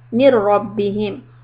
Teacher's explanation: Raw soft when you connect, but raw heavy when you put the fatha.